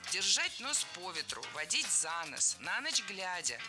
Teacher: Во всех этих выражениях ударение ставим на предлог.